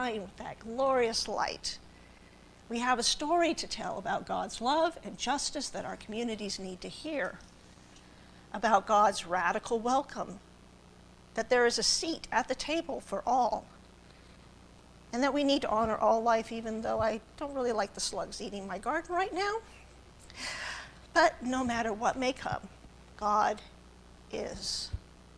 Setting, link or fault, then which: setting, large echoing room